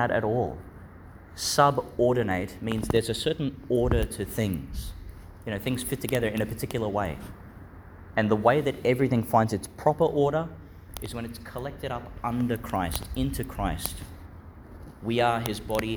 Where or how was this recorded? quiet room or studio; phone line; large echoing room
large echoing room